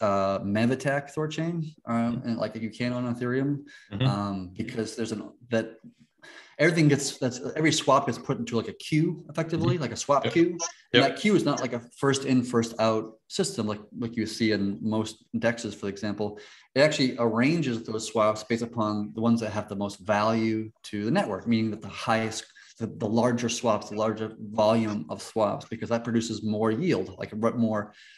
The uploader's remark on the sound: has joined a zoom meeting